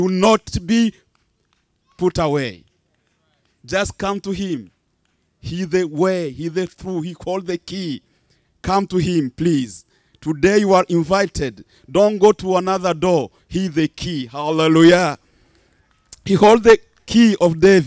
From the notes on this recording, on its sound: Church Outside.